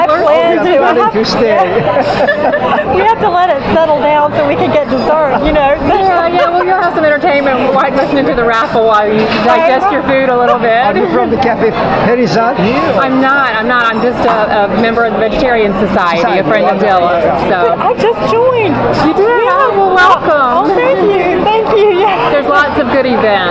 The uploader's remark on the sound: Triangle Vegetarian Society hosts the country's largest vegetarian Thanksgiving. Captured an audio montage of the event, such as feedback from some of the 525 attendees. In one extended seating. The beginning of the raffle of 129 items.